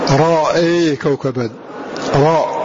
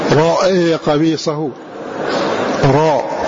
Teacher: فخم الراء ويميل الهمزة